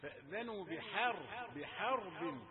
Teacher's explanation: الراء مفخمة لكن الحاء رقيقة. فأذنوا بحرب بحرب، لا تقل بحرب، إنما إيه حاء.